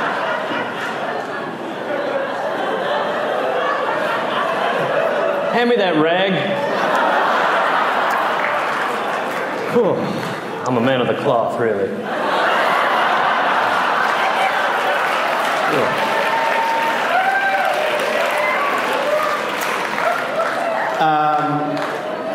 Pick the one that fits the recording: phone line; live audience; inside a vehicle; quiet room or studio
live audience